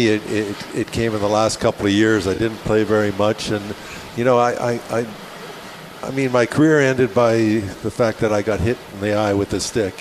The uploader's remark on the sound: live from UBS Arena